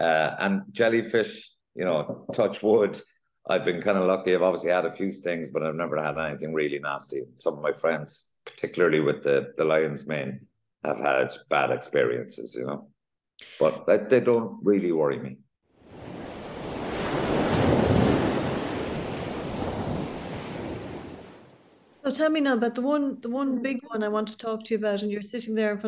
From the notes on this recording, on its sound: on a zoom call from his Dublin home